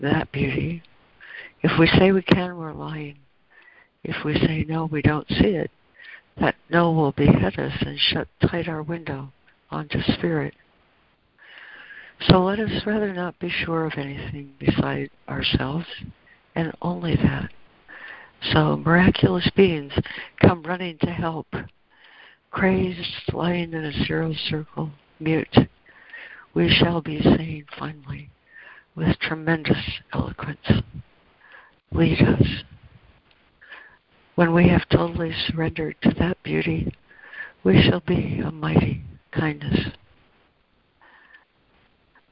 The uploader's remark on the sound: ACIM Daily Conference Call.